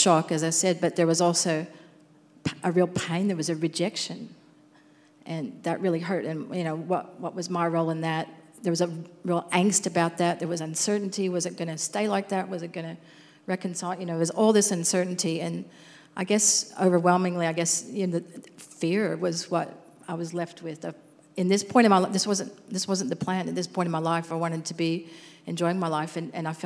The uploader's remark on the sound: Recorded at our live gathering on the 21st of February 2021.